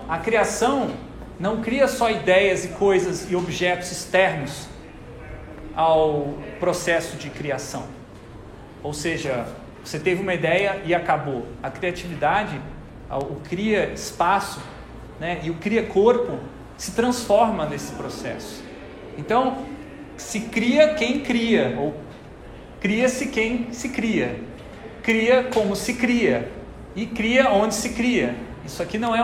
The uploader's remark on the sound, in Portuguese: Aula gravada na disciplina Psicologia 1 do Bacharelado em Design da UTFPR.